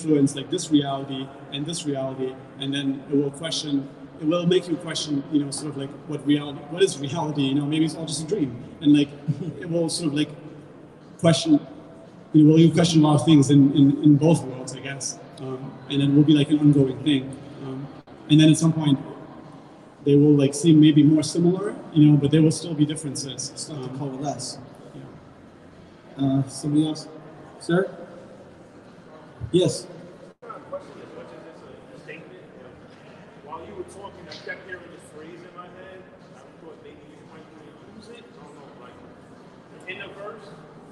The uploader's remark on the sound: a conversation from January 2022 recorded at The Hugh in Midtown hosted by CryptoMondays